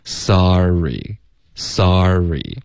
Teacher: 困惑了，像 Irregular 该读 Irregular 还是读 irregular？ Illogical 是读 illogical 还是读 illogical？Okay，非常感谢。好，Lucy 同学，我当时解释的时候也有就是解释为什么我会这么想的，是因为你这个比如 R 的音，它在一个音节结尾和开头的发音呢，一般是会连贯的，所以我不确定，你下次最好是发音频，让我可以分析出这个问题所在在哪儿。可是是这样的，你的 sorrysorry，它词典里标的音标就是这样，一个 sa 一个 re，好吗？那如果你气流是连贯的说出来 sorry，你这个 sa 结尾呢就会自然而然出现一个 r 的音